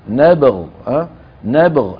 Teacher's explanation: لما نقف عليها تصير الغين ساكنة، نبغ نبغ الغين الساكنة هي في المرتبة التي تحت المضموم وفوق المكسور